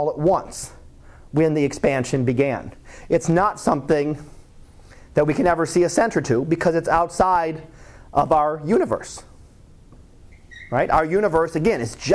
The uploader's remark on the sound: Live Class Lecture